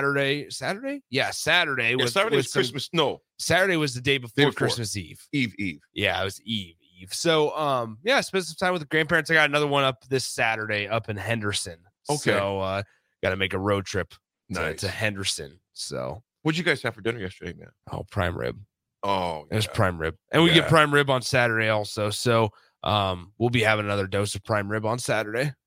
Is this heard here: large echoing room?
no